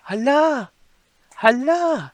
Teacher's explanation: So notice the tone, it's like more like the vowels are very prolonged, and the sound is more like pleasant and light and happy · Term: good kind of hala